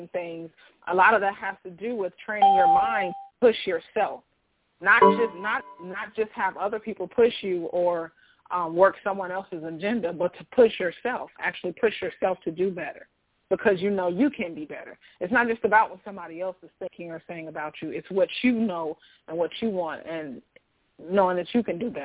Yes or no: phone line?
yes